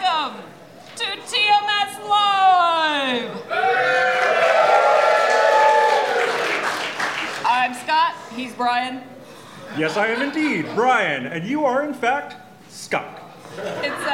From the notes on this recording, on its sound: TMS live from Viva TMS Vegas 2023